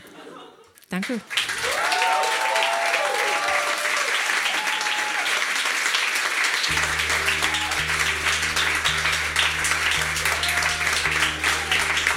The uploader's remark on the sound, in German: Im Monarch, Berlin. Heißen Dank an den Monarch, unser tolles Publikum.